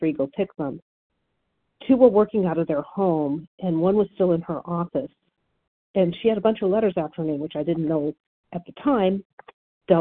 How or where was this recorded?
phone line